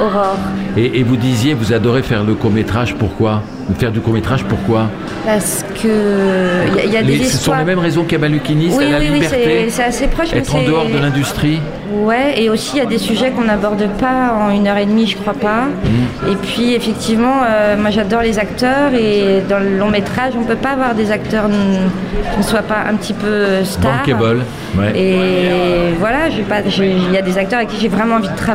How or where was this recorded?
busy venue